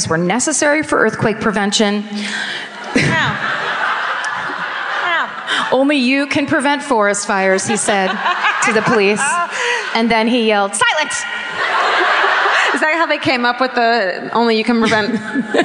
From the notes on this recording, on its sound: Live At The Fox Theater. Onstage in Oakland.